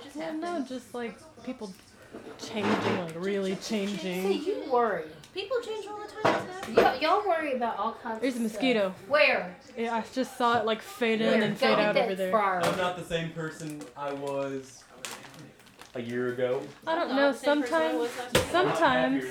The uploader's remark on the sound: There is a lot of ambient noise in this one! Pretend that you are sitting in the living room watching football while we bake a cake in the other room.